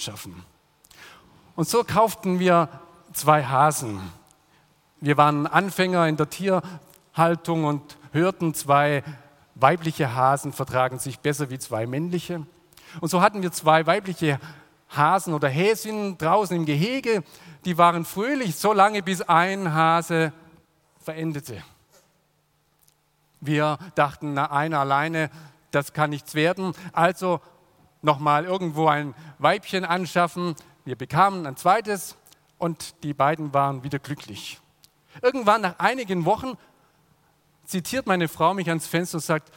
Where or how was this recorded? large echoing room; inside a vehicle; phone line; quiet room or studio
large echoing room